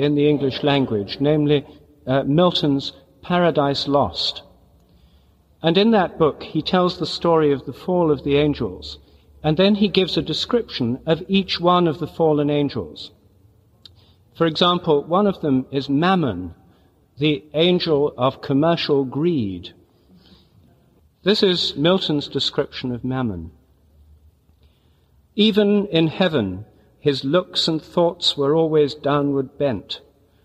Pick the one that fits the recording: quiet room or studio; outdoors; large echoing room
large echoing room